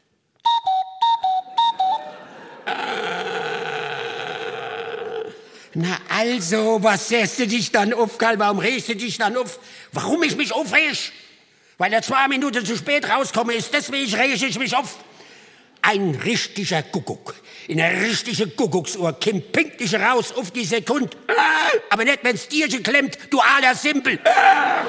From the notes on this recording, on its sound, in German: Mitschnitt des Konzertes vom 21. Aus dem hr-Sendesaal in Frankfurt.